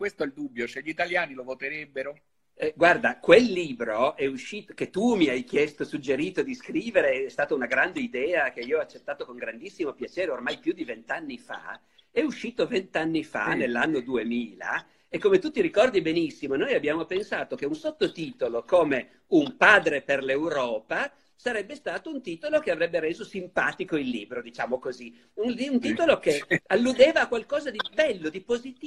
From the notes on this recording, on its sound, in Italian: in videochiamata